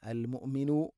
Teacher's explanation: ഹംസയുടെ ഉച്ചാരണം കൃത്യമാക്കണം, തൊണ്ടയുടെ താഴെ ഭാഗമാണ്, എന്നാൽ ഖൽഖല വരാൻ പാടില്ല.